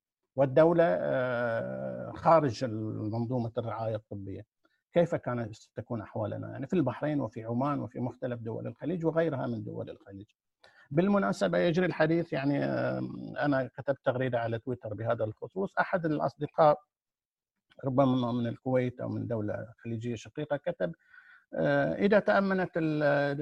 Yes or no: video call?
yes